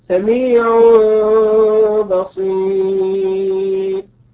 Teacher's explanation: سميع هذا تنوين أتى بعده حرف الباء فقلب التنوين إلى ميم · Term: الإقلاب